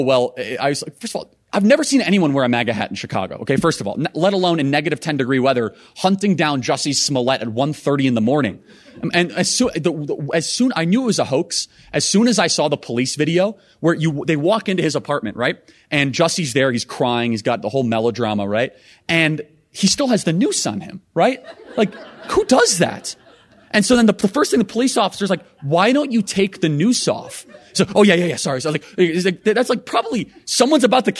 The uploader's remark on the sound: speech live from America’s heartland